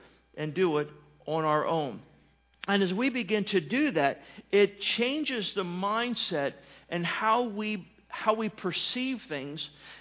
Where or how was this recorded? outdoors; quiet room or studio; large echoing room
large echoing room